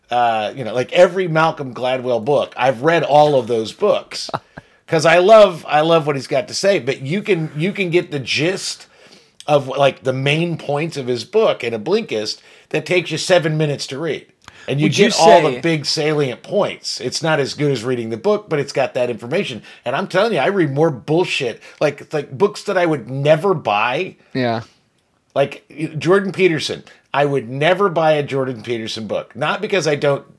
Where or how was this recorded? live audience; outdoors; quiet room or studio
quiet room or studio